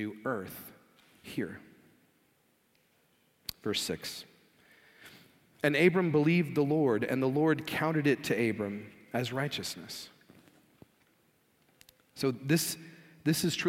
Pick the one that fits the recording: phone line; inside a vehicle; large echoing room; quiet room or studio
large echoing room